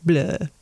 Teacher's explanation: And then the other comedian is Lenny Bruce, who did a parody of Dracula as a Yiddish man and used an Eastern European accent that made blood come out more like bleh